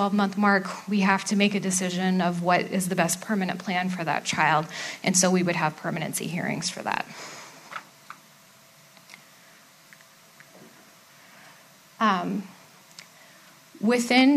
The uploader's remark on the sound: A live recording from our Fifth Annual Court & Custody Conference.